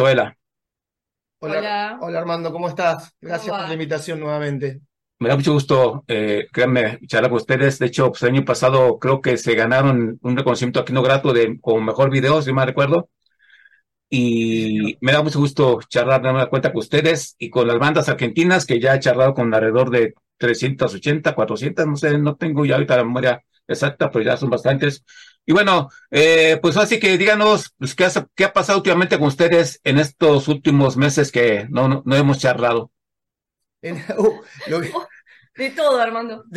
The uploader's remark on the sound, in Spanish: Charlamos via zoom